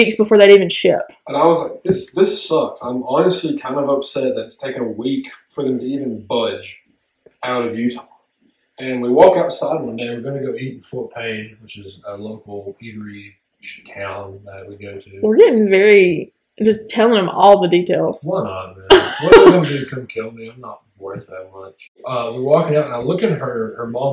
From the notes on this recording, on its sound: It was chaotic. We had a few audio problems but they should be entirely fixed by next episode.